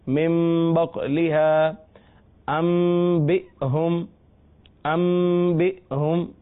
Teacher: یہاں نون کو میم سے بدل رہے ہیں اور لکھنے میں نون ہے لیکن آواز جو ہے وہ میم کی نکلے گی اگلے با کی وجہ سے · Term: اقلاب